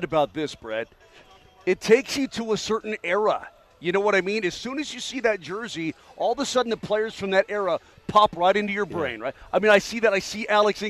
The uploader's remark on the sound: Live from the Nuggets Parade!